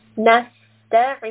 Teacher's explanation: Rest upon the seen because it has a sukun.